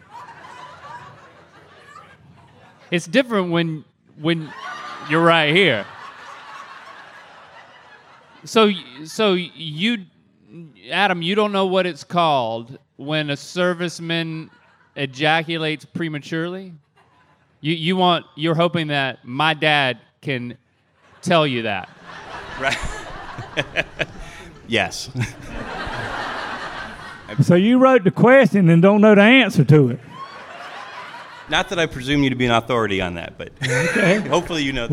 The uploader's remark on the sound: We’re live at MythiCon!